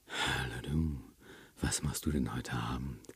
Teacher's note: Das Gegenteil zur Knarrstimme ist die Hauch- und Flüsterstimme. Die Stimmbänder haben hier sehr lange Öffnungsphasen oder schließen fast überhaupt nicht mehr. · Term: Hauchstimme